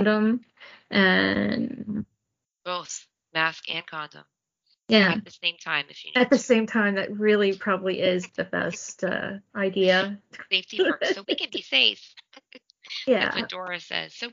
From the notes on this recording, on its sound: Last ep with these stupid sound issues.